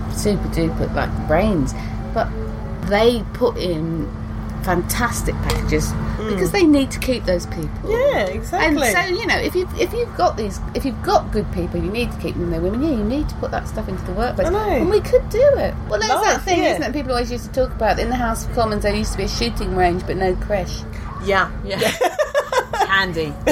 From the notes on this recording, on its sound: This episode was recorded in a yurt at Camp Bestival